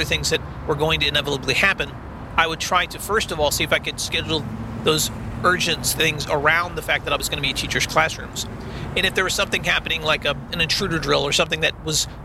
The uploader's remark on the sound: On the Road. This week’s episode I recorded while driving (after safely cuing my recorder before starting a long drive).